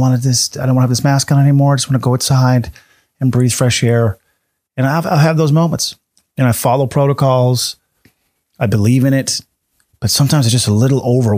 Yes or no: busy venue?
no